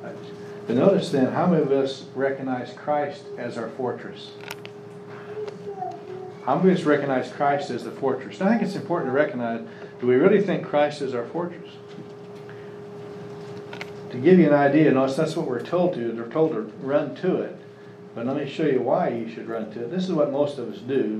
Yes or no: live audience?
yes